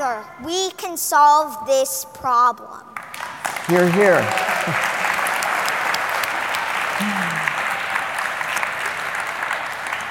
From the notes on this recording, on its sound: Another live taping of The Show About Science. This episode was recorded in front of a live audience at Fort Mason in San Francisco. Everyone at the Coal+Ice Festival.